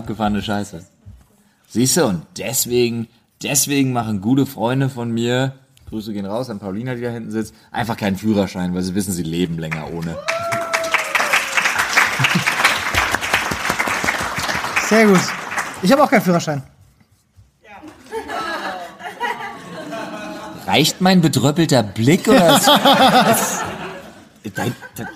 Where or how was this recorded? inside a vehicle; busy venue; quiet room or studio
busy venue